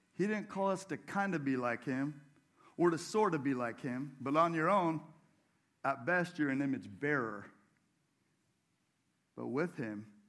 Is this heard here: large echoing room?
yes